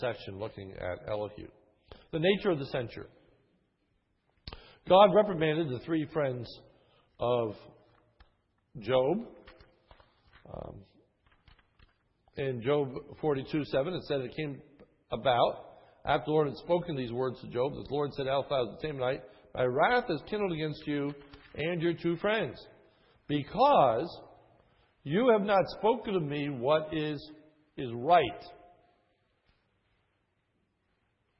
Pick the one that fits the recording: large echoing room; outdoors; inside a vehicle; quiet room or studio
large echoing room